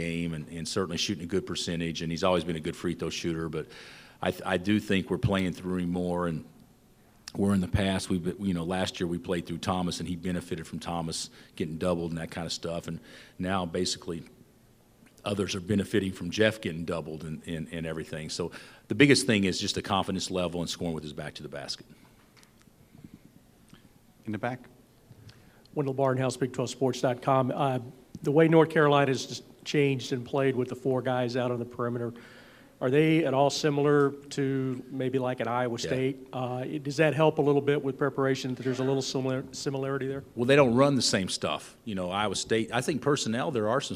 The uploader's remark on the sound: Press Conferences & Post-Game Interviews